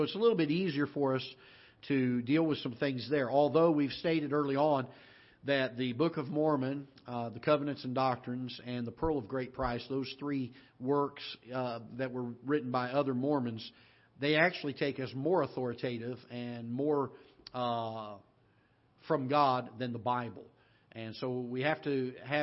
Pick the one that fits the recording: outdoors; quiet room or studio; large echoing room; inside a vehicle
large echoing room